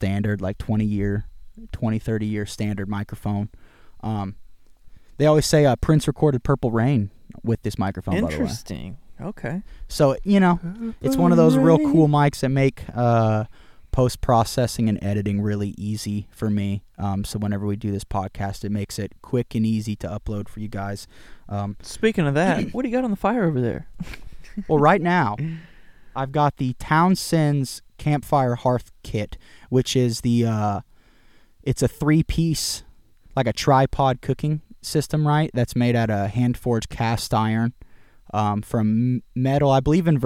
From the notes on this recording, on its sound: Live From the Woods. Cook some Beef heart and boneless pork ribs in cast iron over the fire.